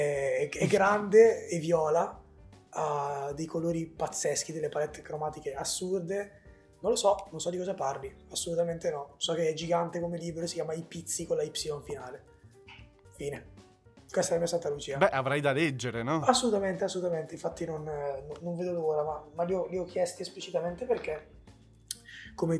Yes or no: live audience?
no